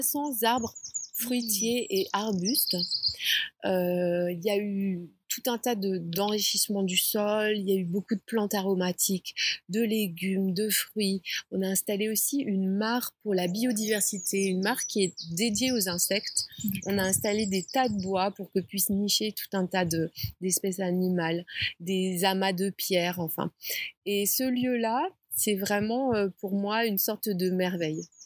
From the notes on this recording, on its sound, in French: Épisode enregistré dans le magnifique jardin de la ferme Kibo !